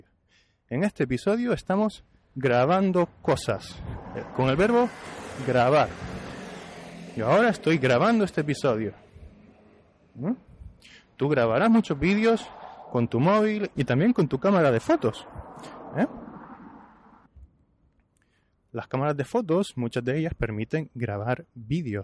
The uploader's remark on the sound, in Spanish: Estoy en la calle –no sé si lo notarás por el ruido. Estoy en la calle haciendo un par de vídeos para la página, para las redes sociales. Ya que estoy grabando diferentes cosas y tengo la grabadora aquí conmigo, pues voy a intentar grabar un episodio improvisado.